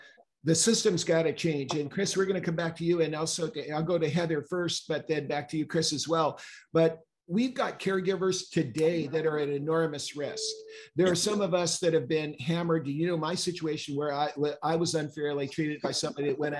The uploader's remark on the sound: The live broadcast webinar